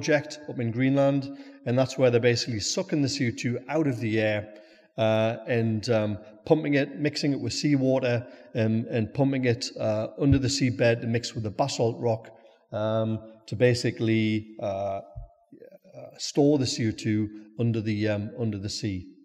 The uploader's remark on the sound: Speak at our recent Brewers Lectures in Newcastle.